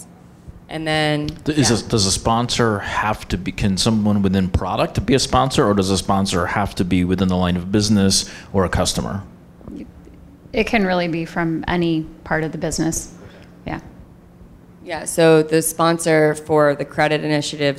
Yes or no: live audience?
yes